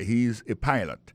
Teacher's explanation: Alors, et puis, dans le mot pilot là, tout, après, accent tombé sur le premier syllabe là